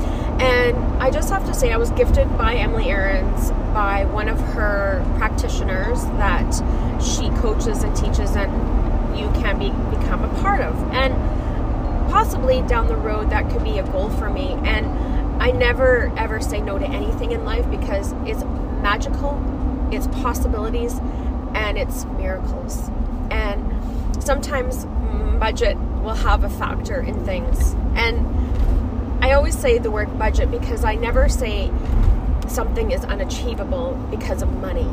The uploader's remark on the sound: I was driving to work on the episode so be mindful